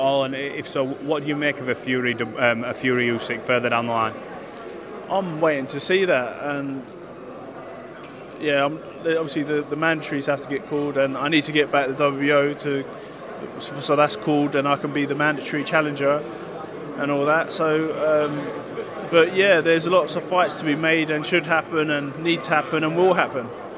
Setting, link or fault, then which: setting, busy venue